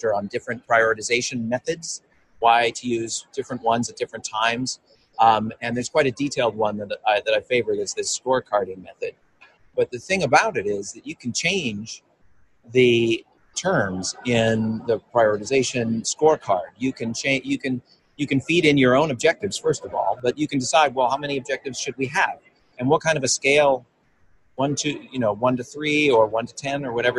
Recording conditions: busy venue